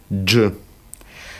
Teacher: Читается как русское «д» и «ж», произнесенные слитно, как один звук, не выделяя предзвучие «д».